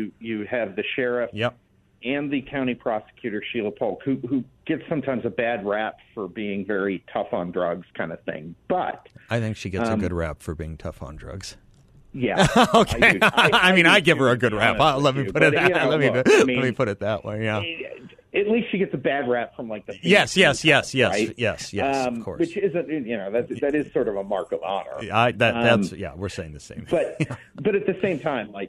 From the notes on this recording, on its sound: by phone for the full hour